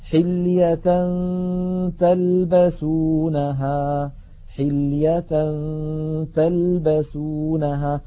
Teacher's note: فننتقل من التاء من كلمة حلية تاء إلى غنة، وقد هيئ الفم إلى قرب مخرج التاء، فإذا انتهى زمن الغنة نطقنا التاء